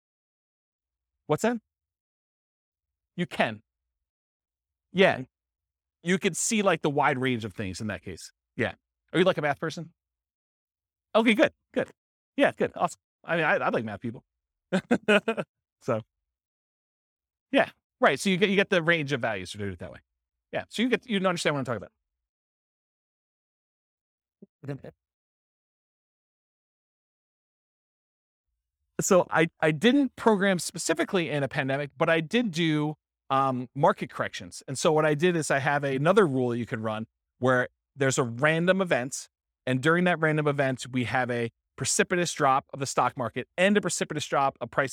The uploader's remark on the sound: This was a live class recorded